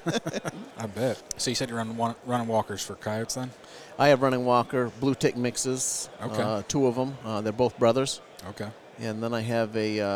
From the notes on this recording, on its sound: Recorded this episode at the Great American Outdoor Show.